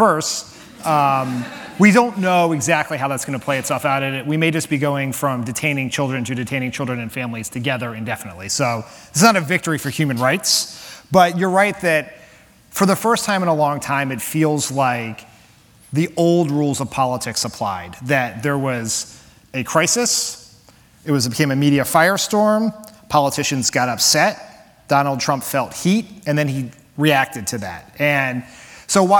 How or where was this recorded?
live audience